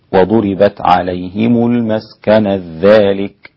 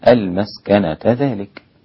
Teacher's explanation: على المسكنة وقف جائز، إذا وصلت المسكنة بذلك فإن الإمام السوسي عن أبي عمرو البصري يدغم هذه التاء المربوطة في الذال · Shown in: first take